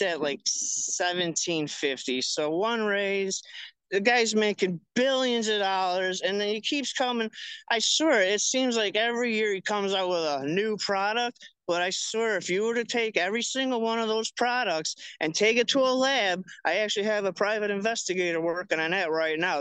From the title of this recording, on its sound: Live from the picket line